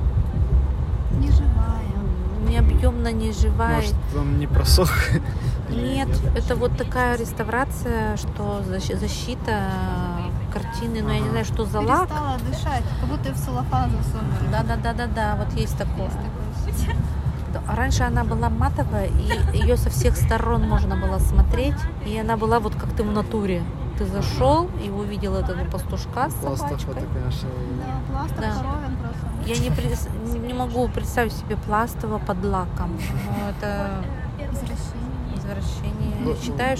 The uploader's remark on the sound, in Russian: Живая запись из вагона электрички создаёт ощущение присутствия рядом во время беседы